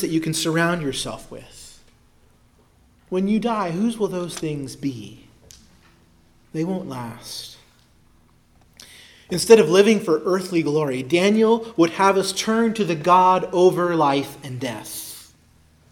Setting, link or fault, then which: setting, large echoing room